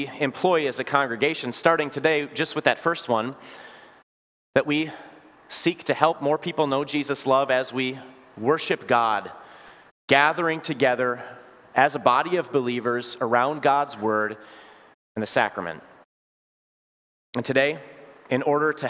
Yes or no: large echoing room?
yes